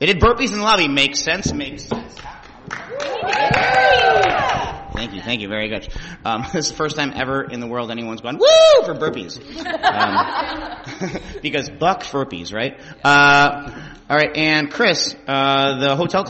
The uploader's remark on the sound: We were joined on the panel and in the audience by the Seattle Majestics women's tackle football team.